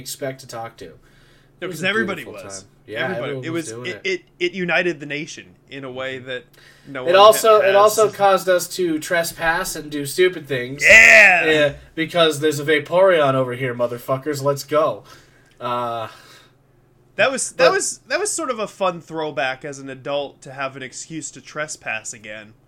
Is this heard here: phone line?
no